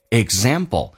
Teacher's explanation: 在美语当中这个第一个 g 是不用发音，因为两个辅音就用发后面一个，气流阻塞